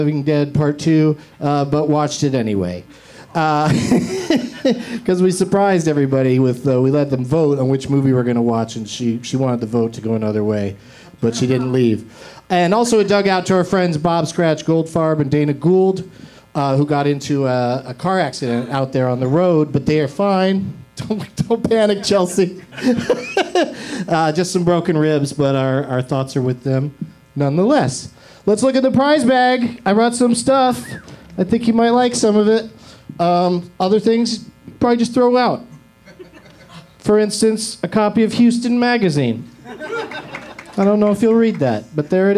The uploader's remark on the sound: Live from Flappers in Burbank